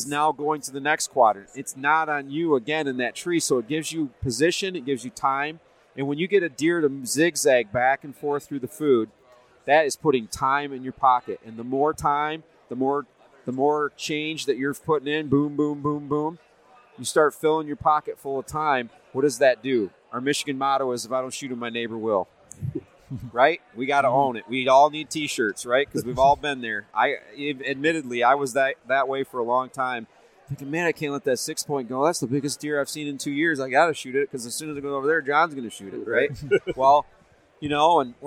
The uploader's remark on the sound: This episode was recorded at the Grand Rapids Huntin Time expo so it show through in the audio but doesn’t take away from the content.